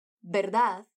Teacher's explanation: como a letra V é o primeiro som da frase, é a primeira letra da primeira palavra, o som desse V é o do B igual ao que a gente tem em português · Term: som de B